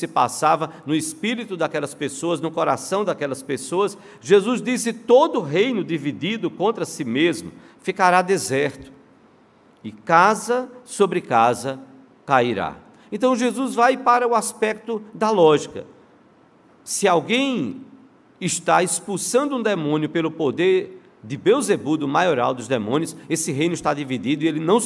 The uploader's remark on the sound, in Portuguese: no culto presencial e transmitido ao vivo